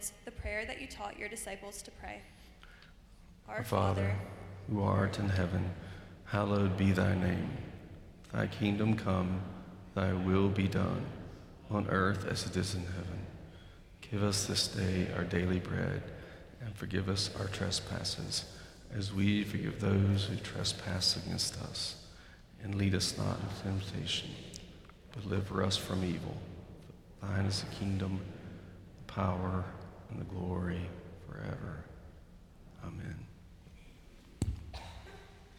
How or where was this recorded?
large echoing room